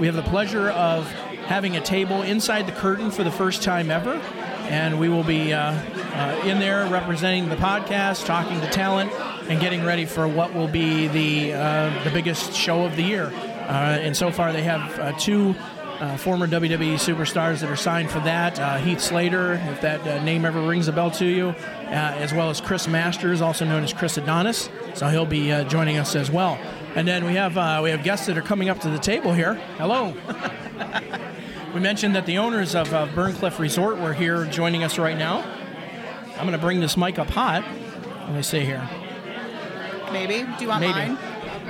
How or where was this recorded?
busy venue